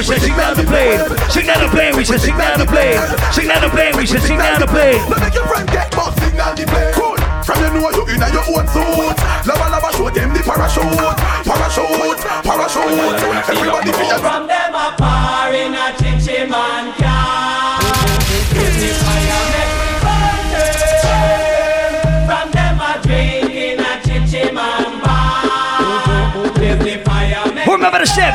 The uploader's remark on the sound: Recording of my live set at Island Saturdays.